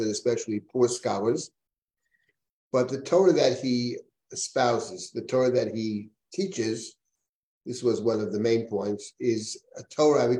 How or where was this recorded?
video call